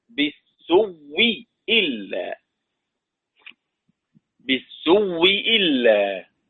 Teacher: هذه الهمزة المبدلة واوا مكسورة بالإدغام في الواو المد قبلها فتصير واو مشددة